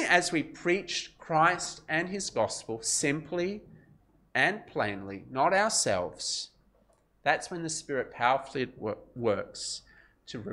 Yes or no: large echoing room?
yes